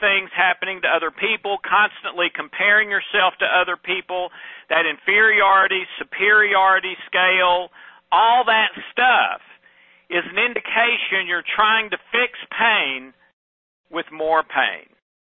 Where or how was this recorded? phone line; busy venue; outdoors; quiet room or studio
phone line